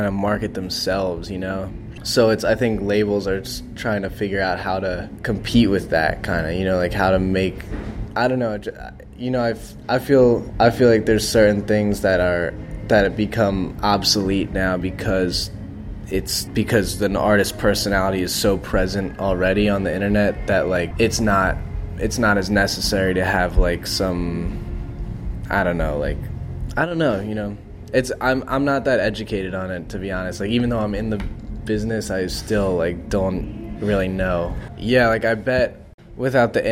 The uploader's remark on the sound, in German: auf dem Primavera Sound Festival